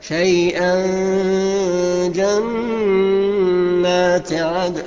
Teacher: شوف بخفي ازاي، اخفاء بمقدار حركتين اثنين